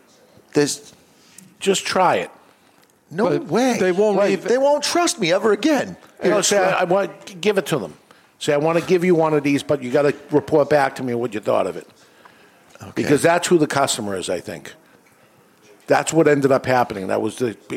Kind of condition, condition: setting, live audience